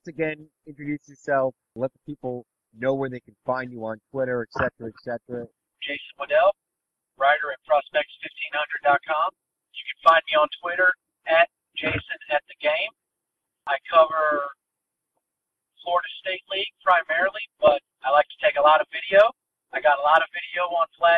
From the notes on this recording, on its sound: Truth be told, the audio is a little rough. Made the call from the car. Enjoy the smooth sounds of the road.